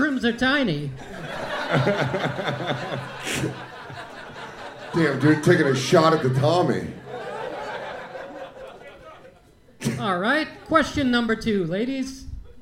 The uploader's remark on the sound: The Bonfire is live from The Moontower Comedy Festival at the historic Antone's in Austin, Texas!